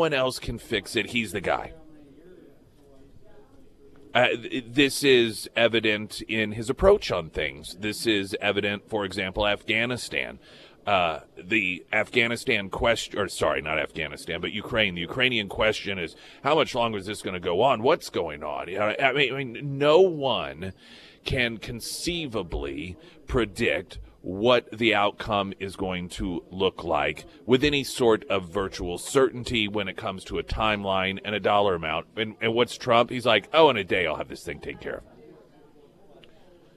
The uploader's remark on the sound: live at Scramblers Diner